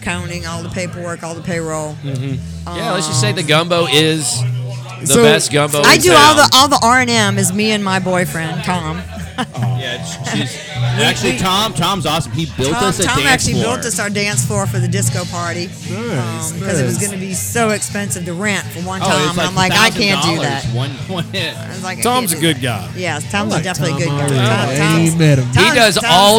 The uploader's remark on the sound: At The Villager Tavern to record an episode. Hillsboro Village.